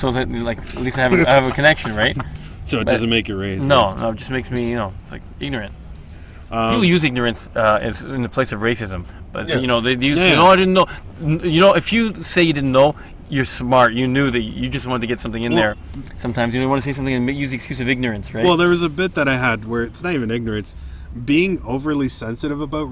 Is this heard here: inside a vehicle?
yes